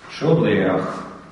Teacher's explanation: Автоматически к э добавляется а. · Term: дифтонгизация